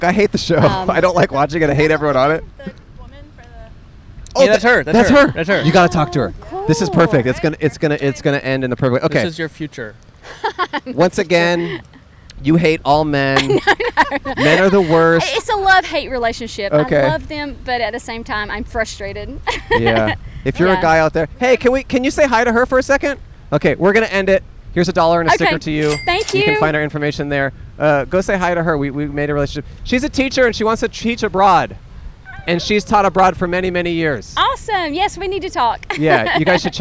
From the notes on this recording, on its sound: Recorded 11/6/22 on the Kapaa Beach Bike Path in Hawaii.